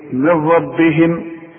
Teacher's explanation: النون بدغمها في الراء ادغام كامل بدون غنة. هقول ايه من ربهم والراء لا تغنى، يبقى انا حشبه في الميم مع الراء.